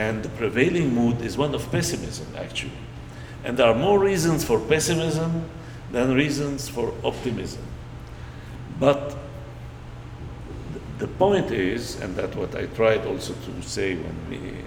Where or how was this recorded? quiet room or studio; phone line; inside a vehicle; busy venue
busy venue